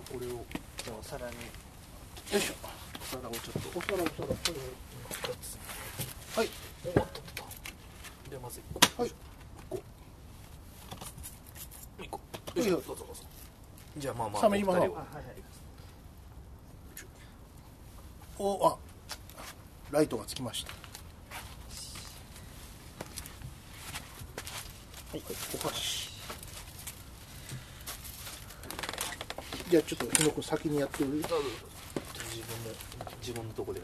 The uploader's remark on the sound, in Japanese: 久々のたき火収録です！火を囲んで。芋が焼けるまで収録しました。